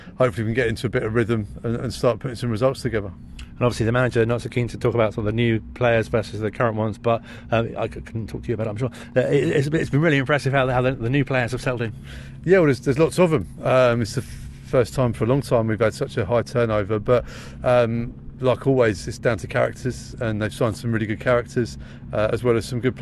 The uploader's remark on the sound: Spoke to the team in the world famous Adams Park Car Park before the Burton Game. Is broadcasted live on a Thursday Night on Wycombe Sound the multi-award winning local radio station for High Wycom.